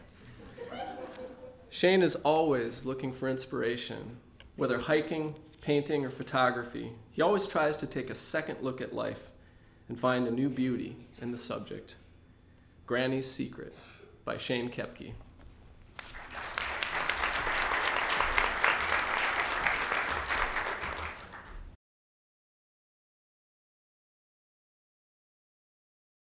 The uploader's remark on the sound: recording from the January 2018 Story Show